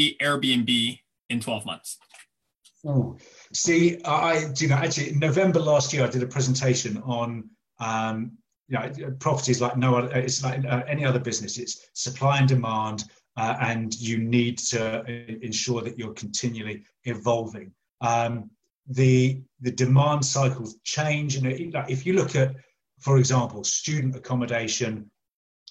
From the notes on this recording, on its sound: some recent facebook live recordings